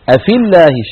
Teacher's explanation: فنسقط الياء من كلمة أفي من اللفظ · Term: إسقاط الياء